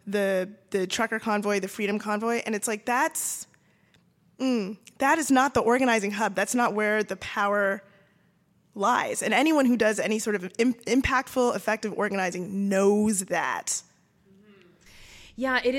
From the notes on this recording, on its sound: Live show recorded in Vancouver at the Maritime Labour Centre on November 29